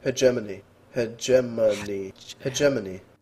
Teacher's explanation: And he puts the accent on the second syllable.